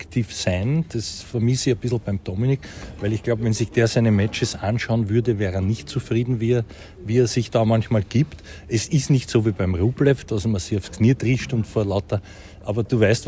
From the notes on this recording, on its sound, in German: Live vom Trainingscourt in der Wiener Stadthalle